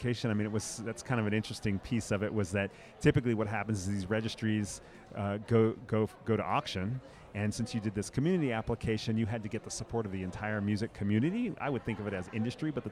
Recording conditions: busy venue